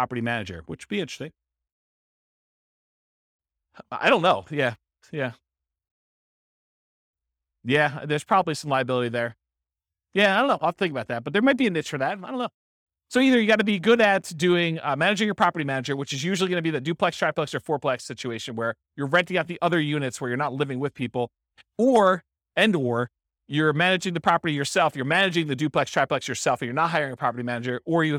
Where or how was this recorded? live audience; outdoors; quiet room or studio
live audience